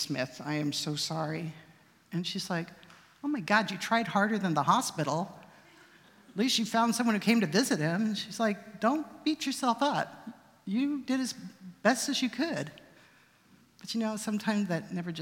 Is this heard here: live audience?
yes